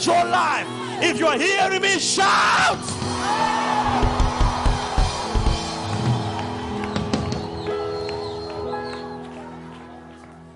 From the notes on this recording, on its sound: SUNDAY LIVE SERVICE | 21/05/17| ECG CHURCH